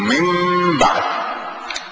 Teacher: وكل قراء الشام على أنه تطبق شفتيك تقول من بعد